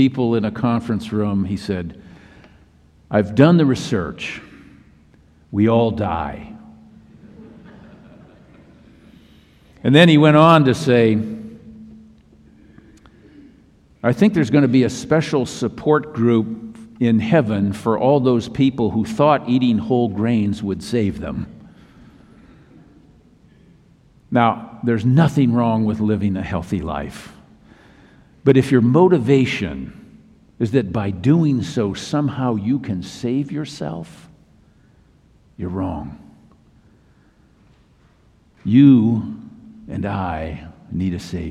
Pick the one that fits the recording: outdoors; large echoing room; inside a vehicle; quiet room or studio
large echoing room